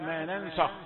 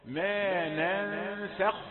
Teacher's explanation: سين رقيقة وأظهر رقتها حتى لا تؤثر فيها الخاء · Shown in: second take